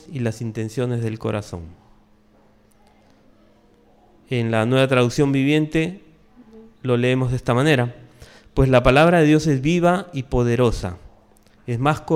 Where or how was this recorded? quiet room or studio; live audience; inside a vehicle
live audience